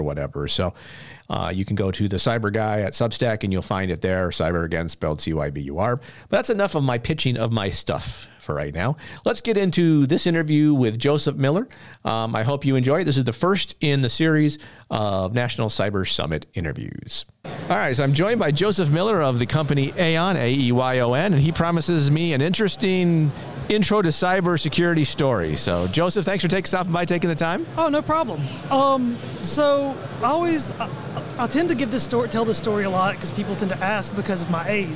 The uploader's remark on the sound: Live from the National Cyber Summit 2023